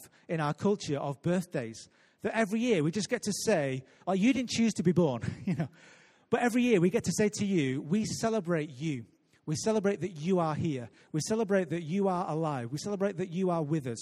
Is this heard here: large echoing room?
yes